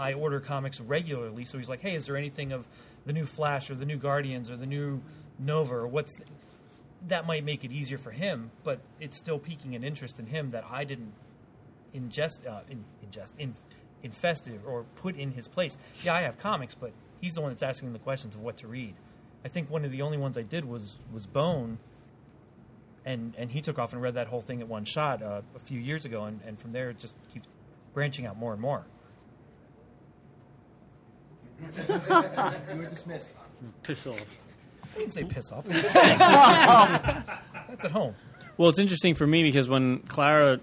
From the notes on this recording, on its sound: Live from Golden Eagle Comics. Aided and abetted by a live studio audience of listeners, friends, and family.